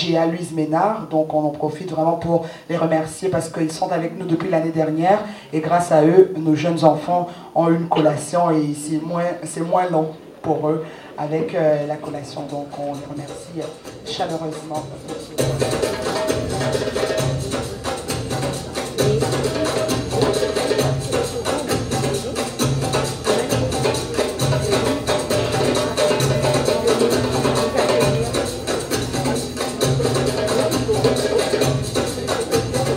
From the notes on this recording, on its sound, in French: Retrouvez ici l'enregistrement de la Conférence de Presse du 33ème Festival de Cinéma Vues D'Afrique. Ce Festival se déroulera du 14 au 23 Avril à la Cinémathèque Québecoise de Montréal.